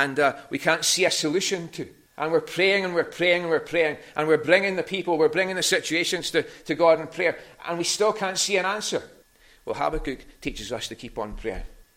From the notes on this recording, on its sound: recorded at North Harris Free Church